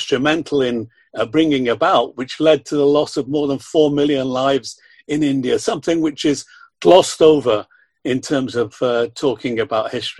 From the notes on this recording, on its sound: the audio of this webinar which was organised by them